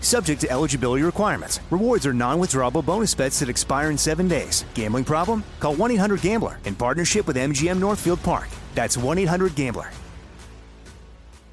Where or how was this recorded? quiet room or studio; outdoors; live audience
outdoors